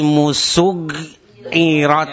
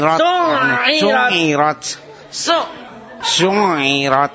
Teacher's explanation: Itu kan bukan g tapi ain. · Shown in: second take · Sur irat. Sur irat.